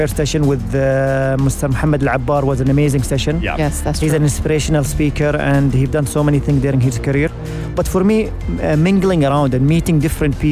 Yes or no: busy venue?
yes